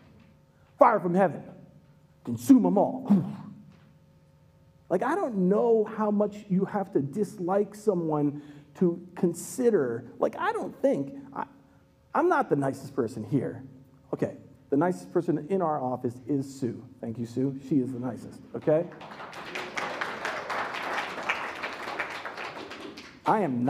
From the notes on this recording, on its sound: Recorded live at Word of Life Church in Le Sueur, Minnesota.